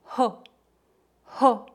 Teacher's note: dois R's têm um som semelhante ao do H no inglês